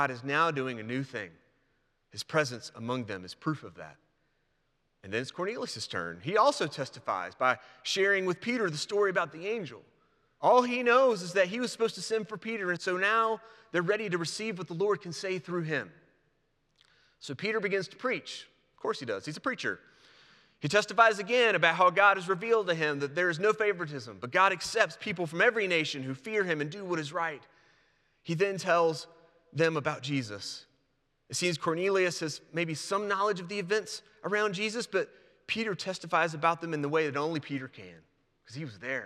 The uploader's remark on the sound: presented by Asbury Seminary Kentucky Chapel, recorded on Wednesday, January 10, 2024 at Asbury Theological Seminary's Kentucky campus